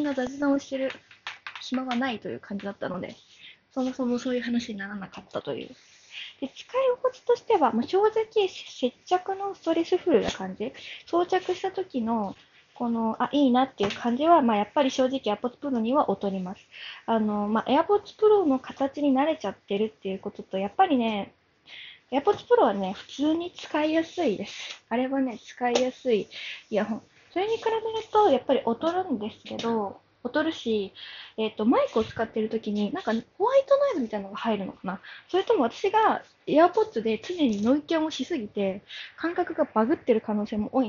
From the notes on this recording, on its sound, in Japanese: Jabra elite 75tを買ったぞ！！※本機で録音。歩きながら＆掃除しながらで雑音こんな感じです。